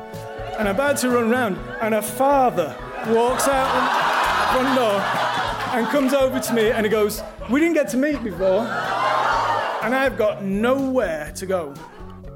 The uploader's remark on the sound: Recorded live at The Abbey Theatre.